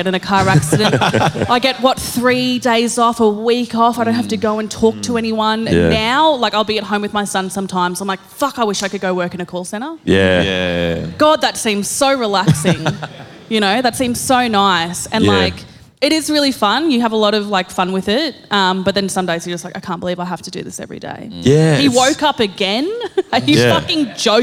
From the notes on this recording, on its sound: Live in Brisbane. We did our first live pod in Meanjin and it went off! An unhinged chat in front of a fun crowd.